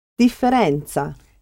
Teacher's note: Differenza. Yes, differenza, with a stiff double F.